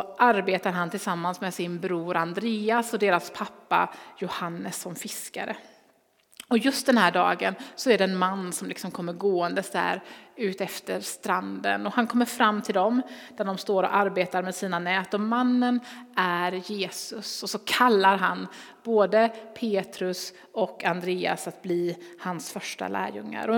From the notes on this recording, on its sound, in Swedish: Inspelning från Immanuelskyrkan Skövde.